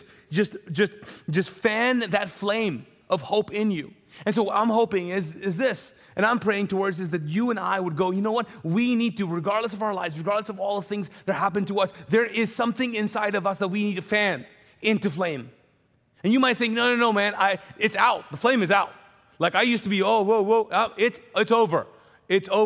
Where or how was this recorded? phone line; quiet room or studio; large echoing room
large echoing room